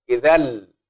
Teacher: يعني أنت نطقت الذال مع اللام. الألف هذه غير منطوقة وهذه غير منطوقة.